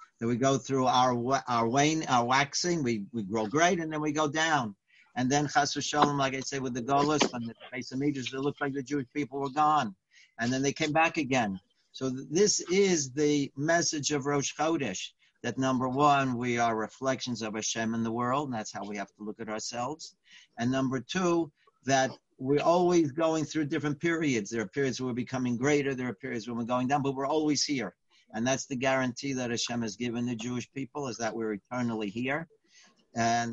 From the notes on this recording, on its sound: Live On Zoom.